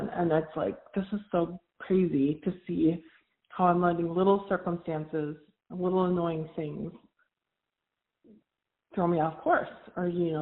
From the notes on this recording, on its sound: All of these coaching calls have been recorded with permission from my clients. Please be aware that these are not studio recordings, and the sound quality may vary. I’m speaking with a client.